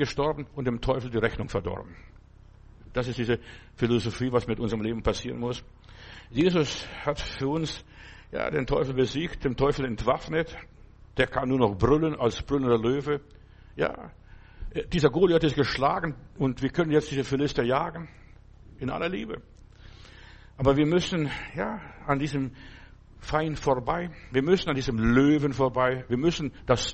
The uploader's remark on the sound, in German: November 2023 im Gemeinde-Zentrum in Berlin aufgenommen.